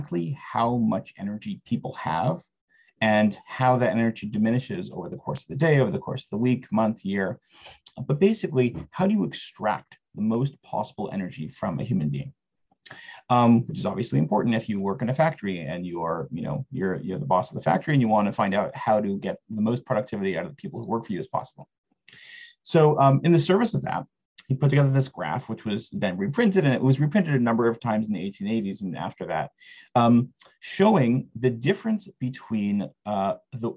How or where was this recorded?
video call